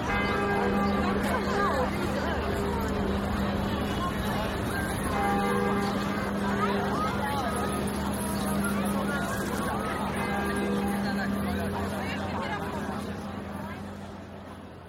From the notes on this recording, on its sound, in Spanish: El sonido caótico de la plaza, invadida de turistas haciendo una enorme fila para entrar a conocer Notre Dame de Paris. Pero aquel medio día tan caluroso, por primera vez estaba allí con mi teléfono inteligente y un micrófono estéreo entre el bolsillo.